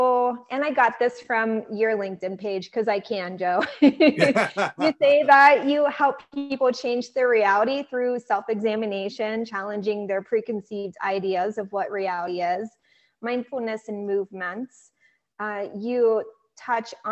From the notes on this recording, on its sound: I had the pleasure of having a Zoom interview